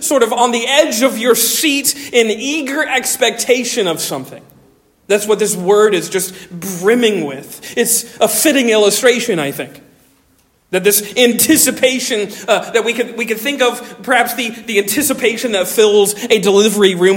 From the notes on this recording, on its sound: Originally delivered on 10 December 2023 at Stonington Baptist Church, Paxinos, PA